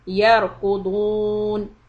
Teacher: The ra here is preceded by a fatha, so it'll be heavy.